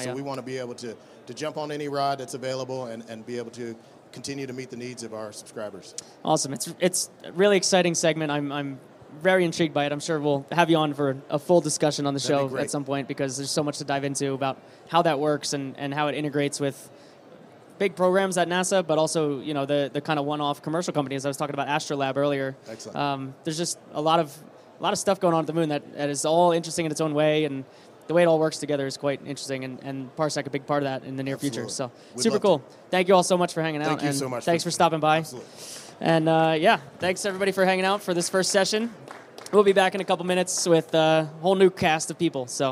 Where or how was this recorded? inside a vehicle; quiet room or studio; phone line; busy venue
busy venue